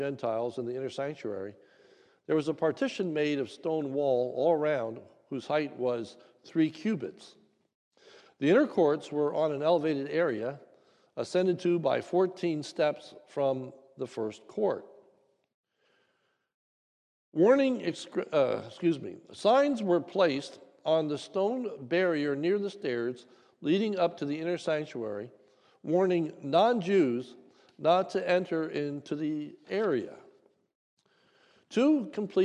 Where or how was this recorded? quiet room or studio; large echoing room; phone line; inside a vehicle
large echoing room